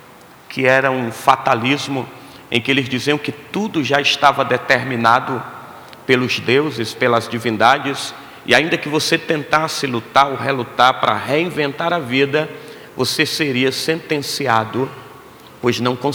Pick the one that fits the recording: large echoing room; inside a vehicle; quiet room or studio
large echoing room